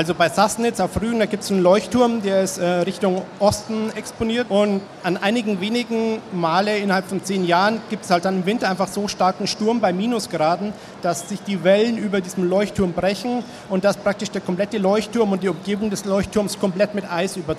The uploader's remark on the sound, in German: live von der Frankfurter Buchmesse